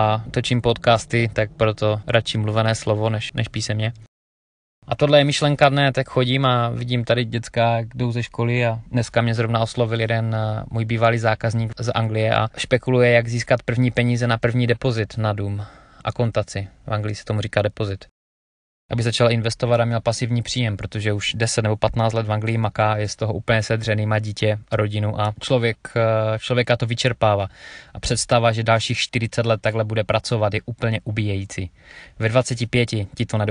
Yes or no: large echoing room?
no